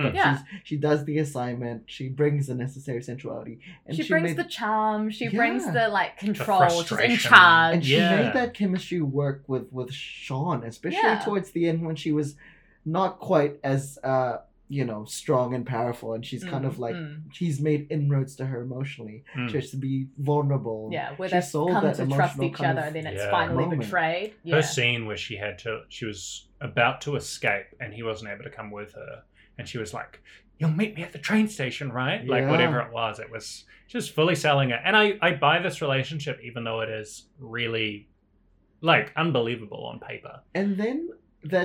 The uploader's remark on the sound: Heads up, the audio sounds a little different this episode! We don't think it's hugely distracting but just a little mic mix up.